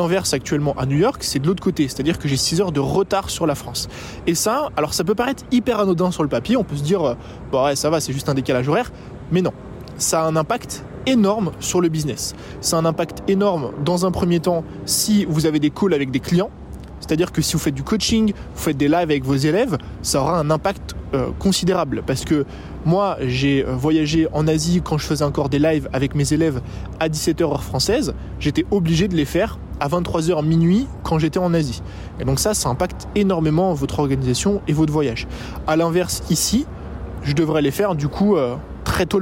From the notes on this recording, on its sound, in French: Vlog New York. Que j'enregistre dans un parc à New York.